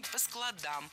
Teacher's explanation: если мы говорим, например, о чтении, то читаем по складам, ударяем окончание